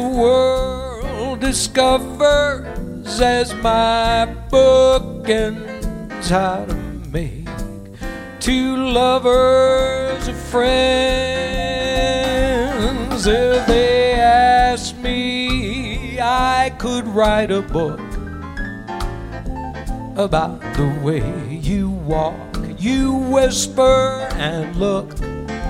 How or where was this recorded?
busy venue